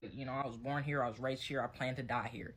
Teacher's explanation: your accent is also rhotic, meaning that you don't drop the letter R at the end of syllables or words.